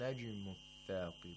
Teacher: While pronouncing the jim, you should not trap the sound of jim in its place of articulation. You should allow it to bounce back. · Term: qalqala